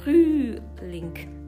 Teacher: この F はドイツ語だと、えー、上の歯で下の唇を噛む F でその後ルって巻いて · u のウムラウトのうってうとえの合いの子の言葉を発します